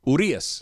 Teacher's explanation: The accent is over the middle syllable.